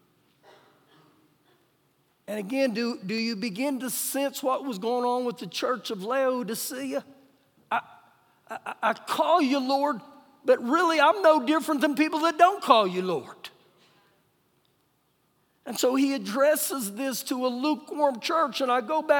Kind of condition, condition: setting, large echoing room